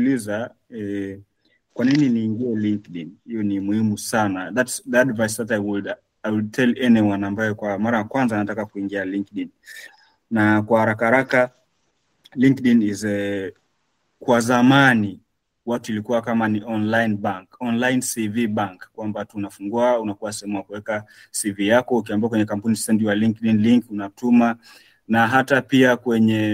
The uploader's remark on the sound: Live webinar